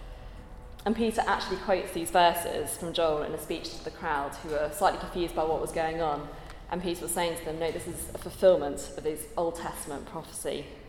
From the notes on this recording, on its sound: at a Christians in Parliament Chapel Service which was held in the Chapel of St Mary Undercroft on Tuesday 9th May 2023.